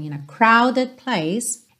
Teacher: crowded enrola o R porque ele tá antes de uma vogal